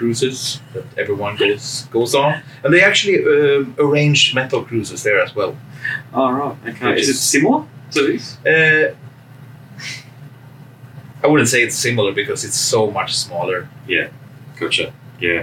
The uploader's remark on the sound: The conversation was recorded aboard the 70000 Tons of Metal 2024 cruise.